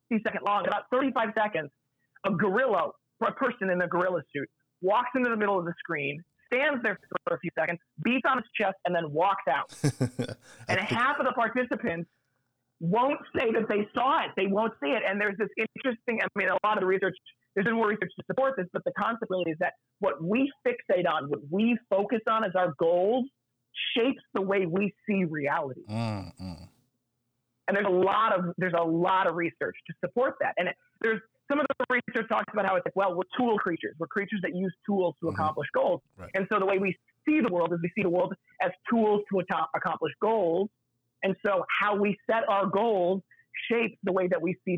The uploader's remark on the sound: phone interview